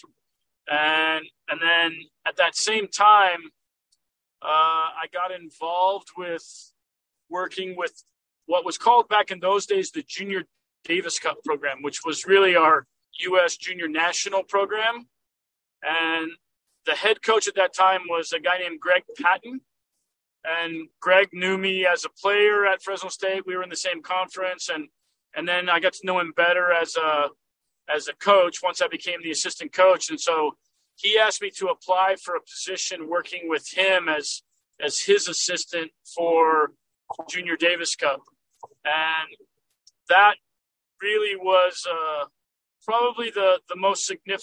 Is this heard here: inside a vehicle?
yes